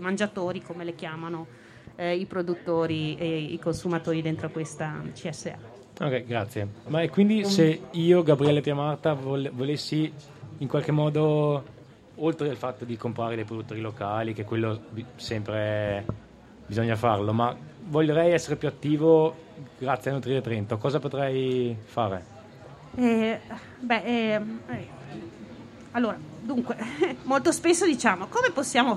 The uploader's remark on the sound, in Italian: In diretta dal Festival dell'Economia 2021